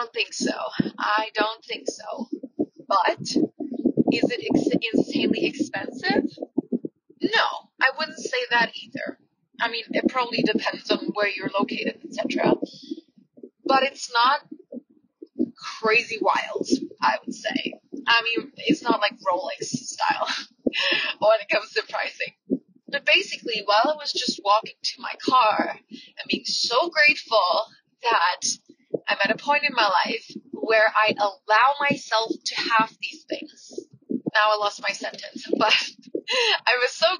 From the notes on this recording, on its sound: Join me on a short car ride to my personal training. Audio quality will go back to normal in the next episode, but sometimes we just gotta press record - no matter where we are.